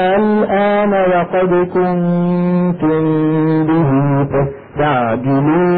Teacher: لأن هذه صارت ألف وبعد منها عفوا ألف وقلبها مفتوح يعني حرف مد، وبعد منها حرف ساكن سكونا أصليا وهو اللام، فينشأ مد لازم باعتبار أن اللام ساكنة غير مشددة، فهو لازم كلمي مخفف، لازم كلمي مخفف.